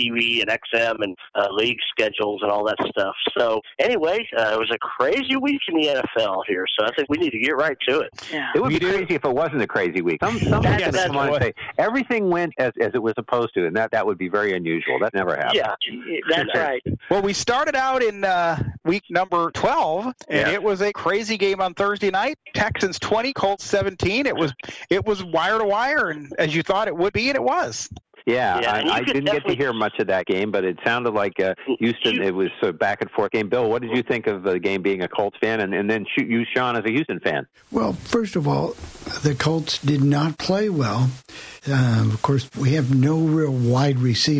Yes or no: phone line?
yes